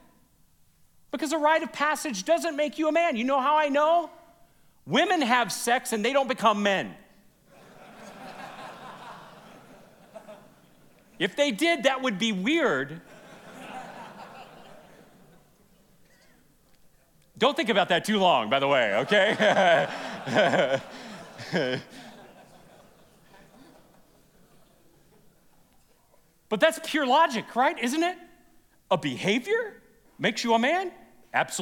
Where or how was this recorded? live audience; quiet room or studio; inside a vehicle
live audience